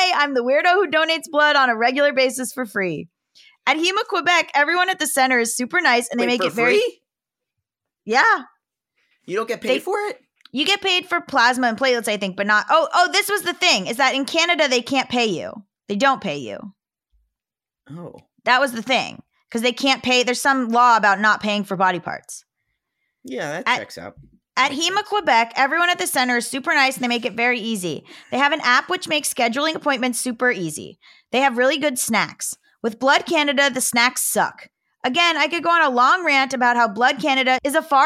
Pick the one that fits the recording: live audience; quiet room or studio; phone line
quiet room or studio